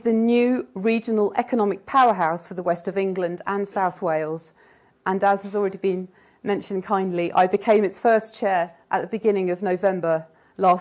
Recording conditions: large echoing room